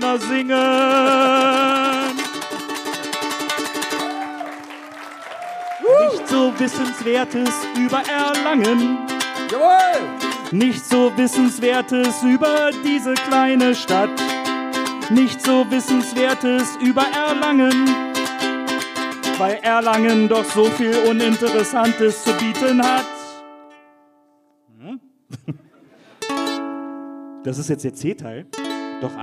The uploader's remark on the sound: Live in Erlangen